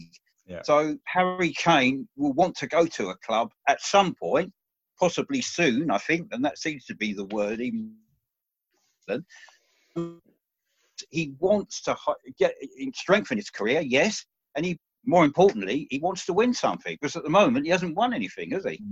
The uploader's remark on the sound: Zoom Chat